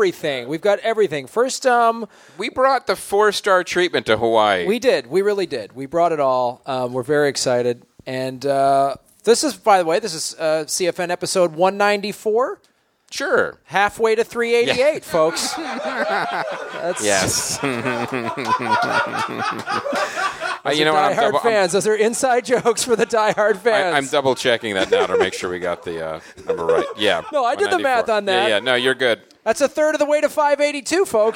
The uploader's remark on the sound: Live from Hawaii! First ever live show outside of North America.